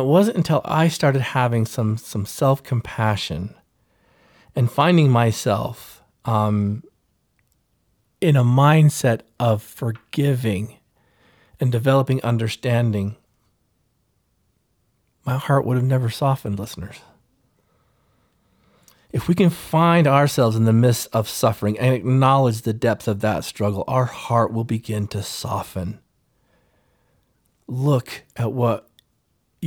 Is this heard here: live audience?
no